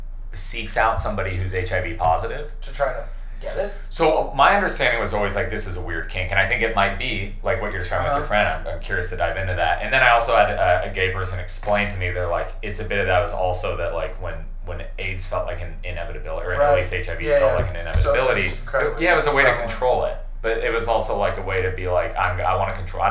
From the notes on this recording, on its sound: Great ep, horrible audio.